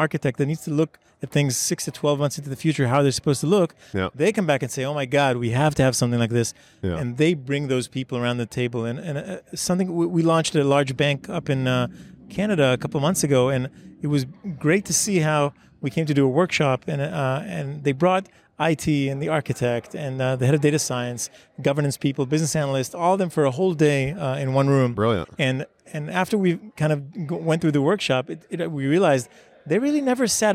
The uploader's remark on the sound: Sit down at the Spark+AI Summit in San Francisco, sponsored by DataBricks.